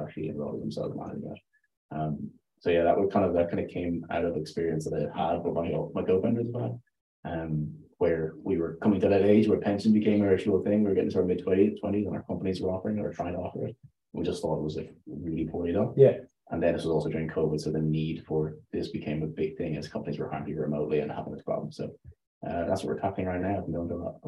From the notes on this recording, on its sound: Dublin Tech Talks - in Person event. Sound Quality not the best will work on it for the next in person podcast I record.